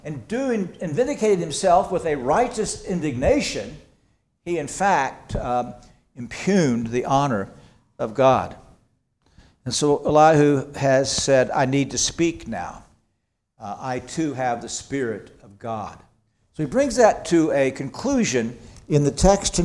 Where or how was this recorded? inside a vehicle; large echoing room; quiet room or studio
large echoing room